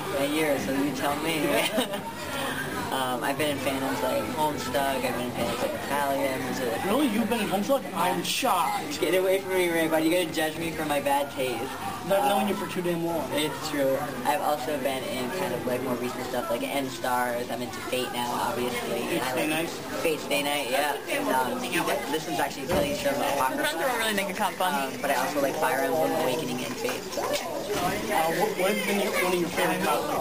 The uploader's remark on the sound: Live from Colossalcon East